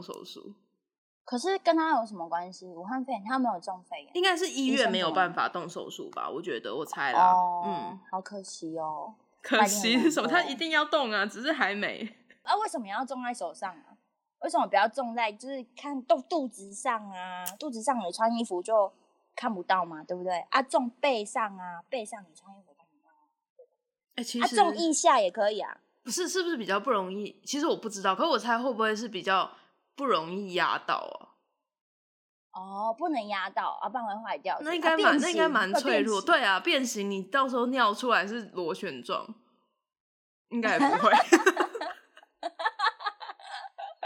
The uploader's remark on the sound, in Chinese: 直播節目會有一些現場音或不可抗力干擾。